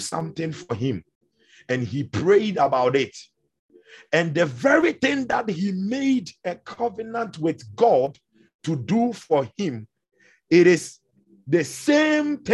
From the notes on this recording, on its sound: Refill (Zoom meeting).